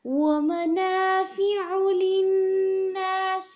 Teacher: عين كلير هو آپ کی ادائیگی کے اندر یہ حمزہ کی طرح نہیں لگنا چاہیے